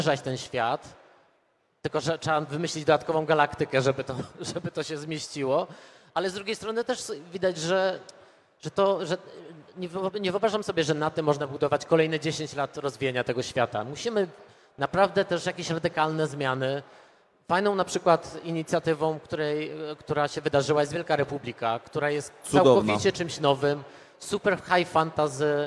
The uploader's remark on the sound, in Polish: Podczas minionego weekendu odbyło się PGA czyli Poznań Game Arena. W sobotę na scenie głównej odbył się panel dyskusyjny.